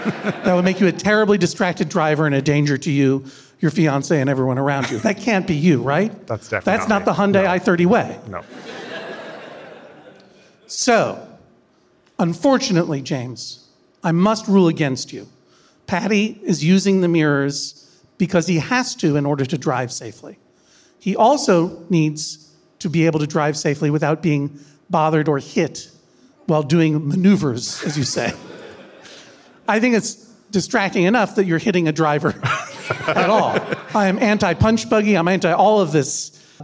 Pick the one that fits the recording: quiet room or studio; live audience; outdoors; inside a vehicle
live audience